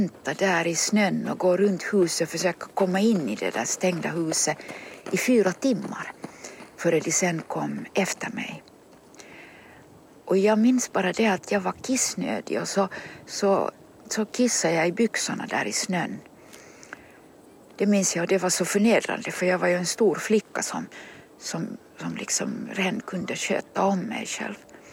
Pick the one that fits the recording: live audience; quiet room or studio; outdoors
outdoors